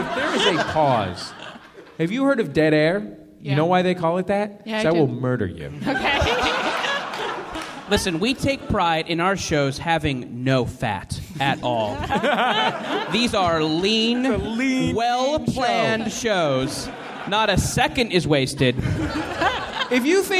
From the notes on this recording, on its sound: Recorded live at the San Francisco Comedy and Burrito festival.